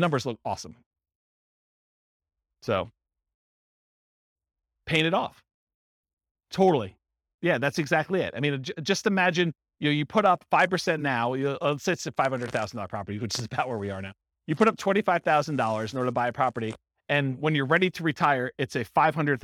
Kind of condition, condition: setting, live audience